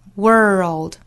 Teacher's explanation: 注意先卷舌缩舌 r 之后再去找舌侧音 world in the world 那这个词呢英音和美音的差别是很大的英音发 world 美音发 world 注意在英音之中一般是不会出现卷舌的 r 这个动作的一般来说会对应到不同的元音之中而美音呢单词内只要看到字母 r 一般是要做卷舌缩舌的所以这个词美音之中发 world.